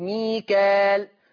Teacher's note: يقرأ حفص بالألف المادية، بالألف المادية ميكا كا، بالألف المادية من غير همزة بعدها، يعني ما فيش همزة بعد الألف ميكال، فتصير مد طبيعي ميكال، ميكال مد طبيعي.